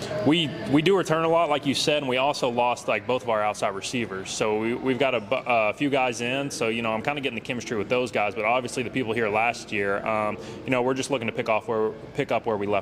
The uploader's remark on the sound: The Bluebloods are live from United Athletic Conference Media Day in Arlington, Texas.